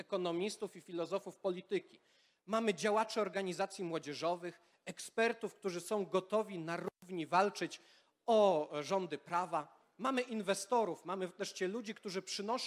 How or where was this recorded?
live audience